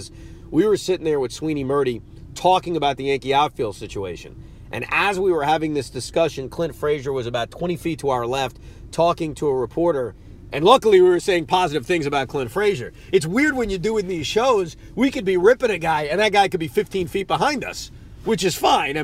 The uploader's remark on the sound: Recording from his rental car in Florida